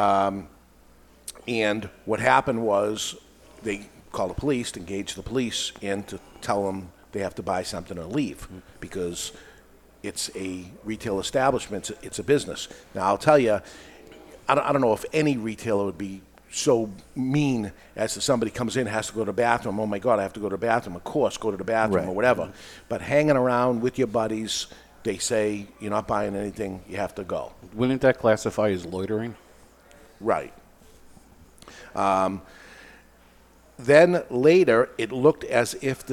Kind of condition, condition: setting, live audience